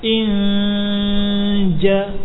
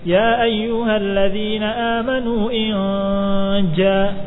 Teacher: Jadi ketika memperhatikan ikhfanya, ketika sedang dalam ikhfa, lidah dipersiapkan kepada huruf ikhfanya, yaitu pada huruf jim. · Shown in: first take · Inja ditempelkan.